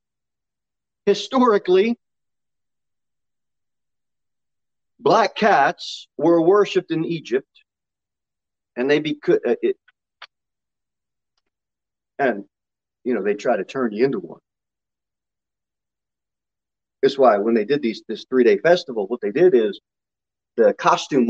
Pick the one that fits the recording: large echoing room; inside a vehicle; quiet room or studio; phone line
large echoing room